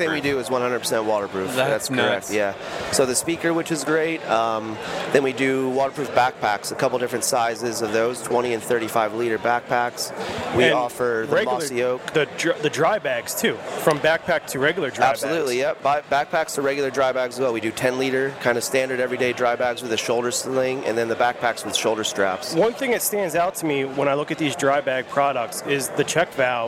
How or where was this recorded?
busy venue